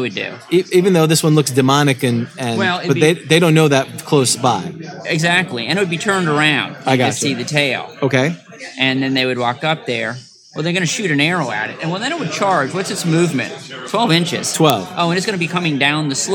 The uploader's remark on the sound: This special podcast was recorded live at SCI-FI CITY in Orlando before a live audience in preparation for summer GROGCON 2019!